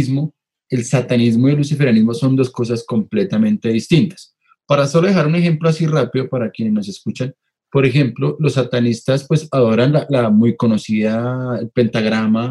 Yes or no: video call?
yes